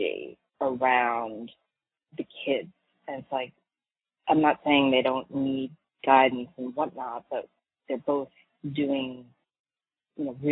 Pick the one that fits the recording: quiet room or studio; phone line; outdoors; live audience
phone line